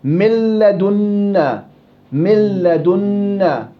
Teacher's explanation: فمثلا إذا أضغمت النون في اللام في نحو من لدنا تقلب النون لاما تصبح مل، ثم تضغم اللام في اللام وعندها يصير نطق بلام مفتوحة مشددة بعد الميم